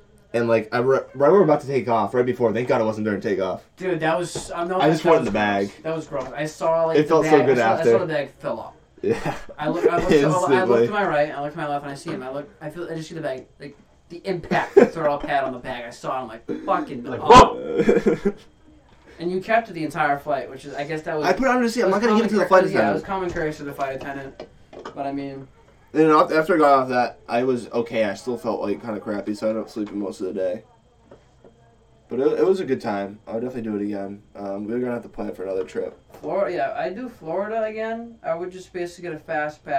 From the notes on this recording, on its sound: Apologize for the audio we decided to use a new software and it seems it needs a bit of getting used to.